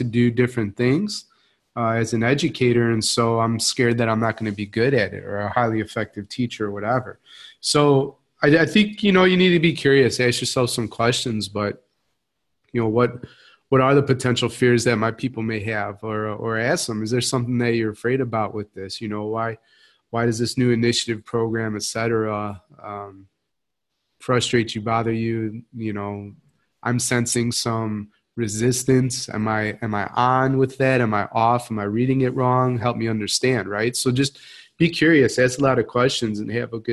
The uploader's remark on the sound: Live Webinar